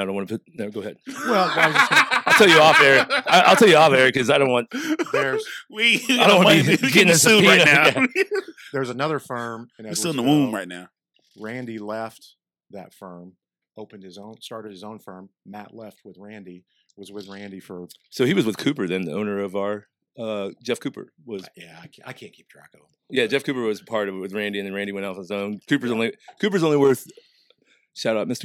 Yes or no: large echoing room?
no